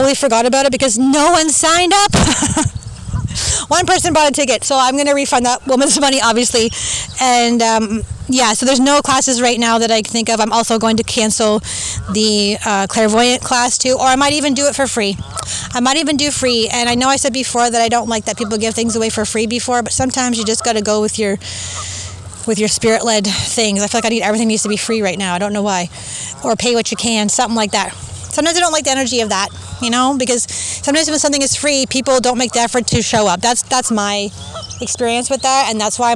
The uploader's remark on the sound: I recorded this on the beach (poor sound but please enjoy the sounds of the water and birds!)